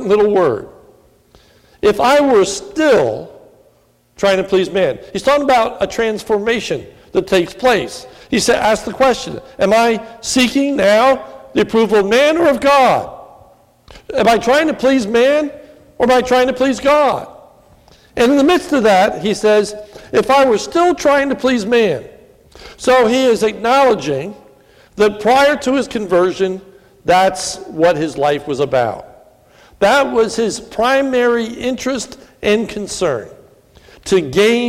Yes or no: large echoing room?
yes